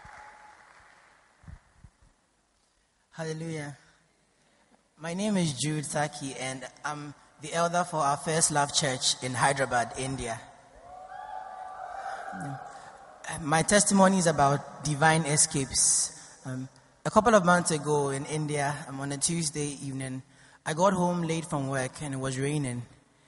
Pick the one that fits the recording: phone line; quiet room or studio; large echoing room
large echoing room